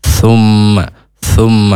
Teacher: ketika huruf sa, ujung lidah ke ujung gigi atas, tidak nempel